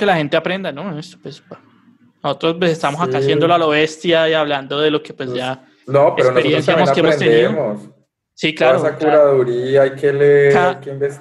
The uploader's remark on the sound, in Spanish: Episodio grabado el 03 de agosto de 2020 en línea, desde Bogotá - Colombia y Gante - Bélgica.